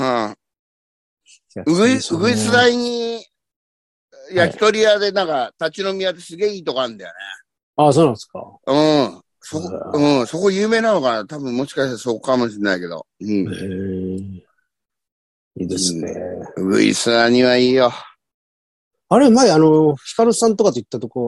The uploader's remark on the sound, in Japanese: ZOOMで収録